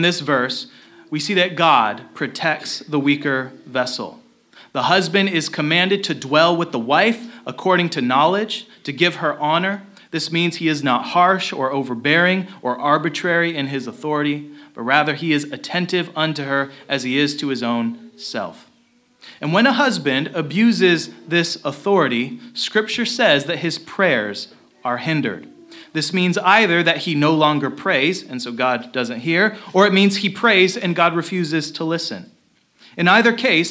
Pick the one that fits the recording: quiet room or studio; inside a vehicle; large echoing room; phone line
large echoing room